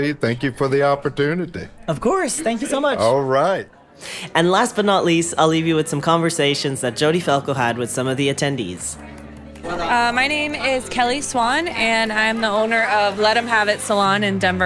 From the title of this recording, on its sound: Live From Strategies TBX23